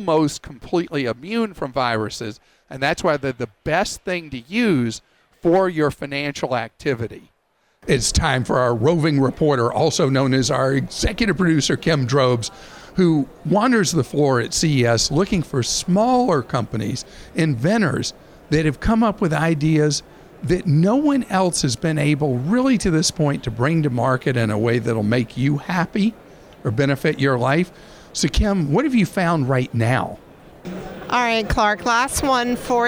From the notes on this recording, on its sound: LIVE from CES